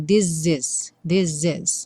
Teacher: Então, this is, juntinho. O primeiro S ganha um som de Z